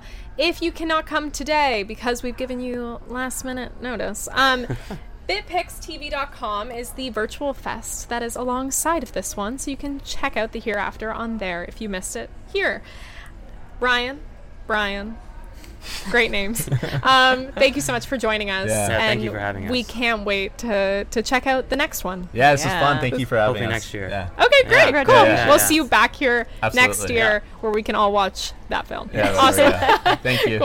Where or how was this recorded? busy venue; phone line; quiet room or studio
busy venue